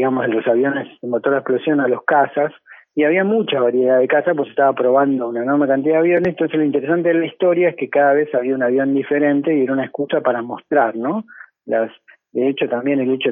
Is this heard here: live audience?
no